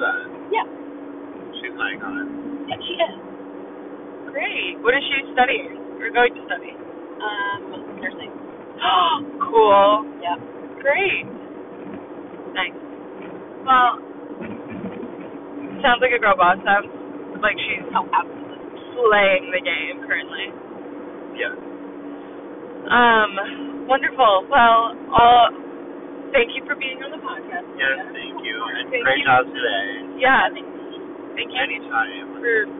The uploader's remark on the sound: We know the audio quality is especially bad in this episode.